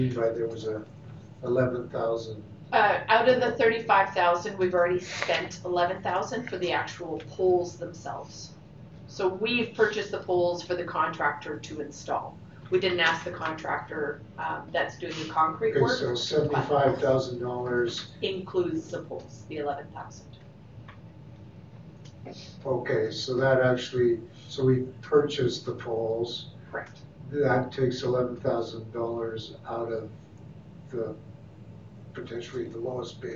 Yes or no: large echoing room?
yes